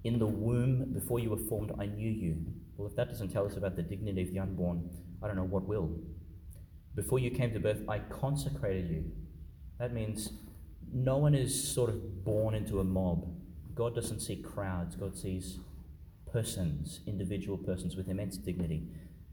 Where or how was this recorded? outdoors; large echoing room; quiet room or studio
large echoing room